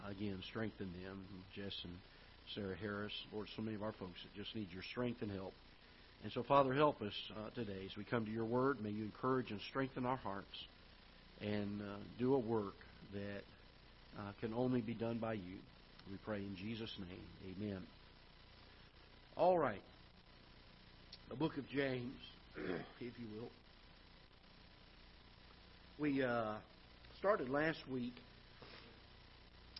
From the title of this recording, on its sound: Ketha Heights Baptist Church ~ Live Broadcast